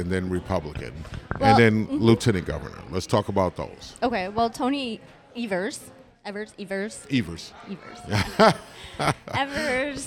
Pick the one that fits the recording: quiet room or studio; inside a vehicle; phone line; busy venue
busy venue